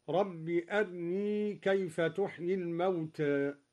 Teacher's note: قرأ الدوري باختلاس الراء مرققة